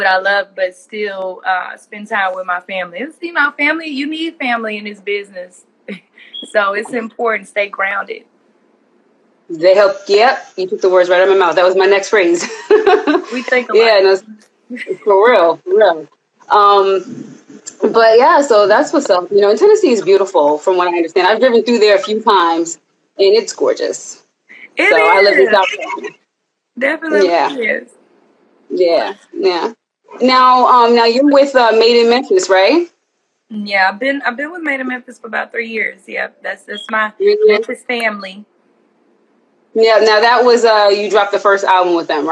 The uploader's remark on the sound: in a special Instagram Live #WFH edition